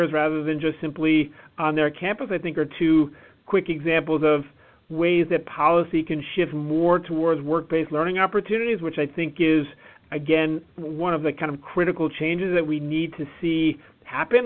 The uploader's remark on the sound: Conference Call